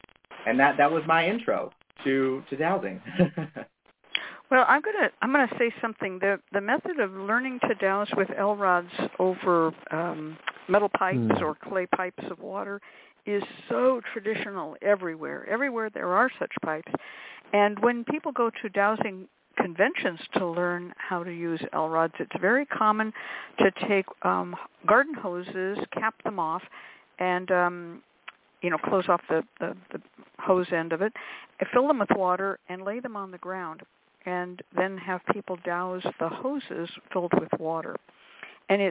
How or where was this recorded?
phone line